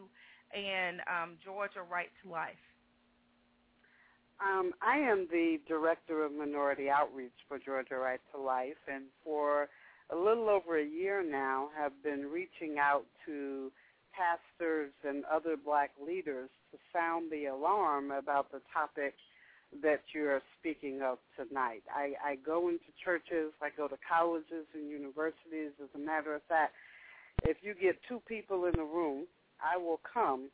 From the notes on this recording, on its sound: opens up the phone lines